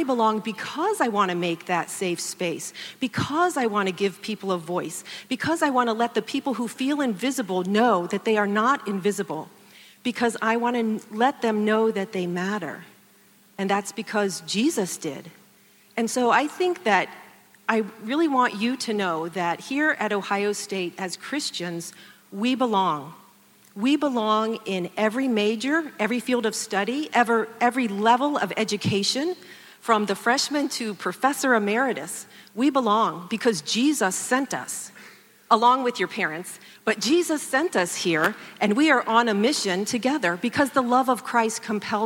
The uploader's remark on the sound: In this address she speaks to an audience primarily made up of students who would identify themselves as Christians in the secular university context of Ohio State.